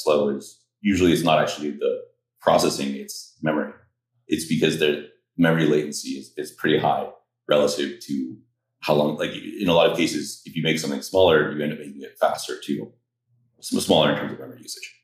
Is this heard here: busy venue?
no